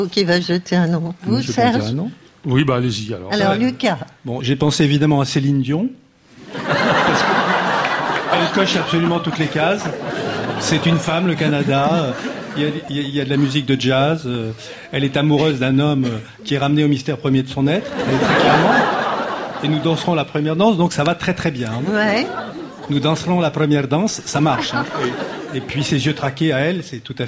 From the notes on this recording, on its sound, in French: La récré littéraire enregistrée en public. Au studio 105 de la Maison de la radio.